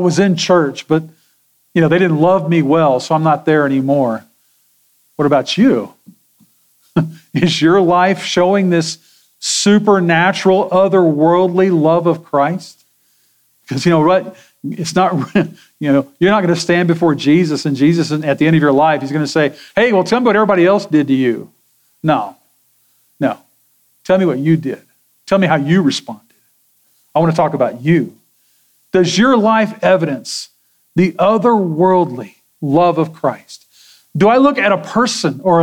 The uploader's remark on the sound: Sermon audio from Sunday, February 25, 2024.